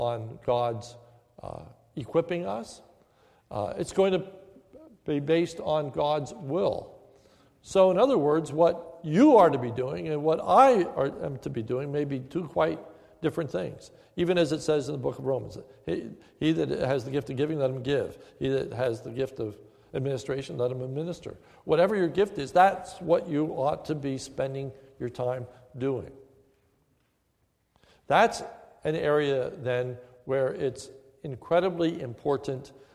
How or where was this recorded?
large echoing room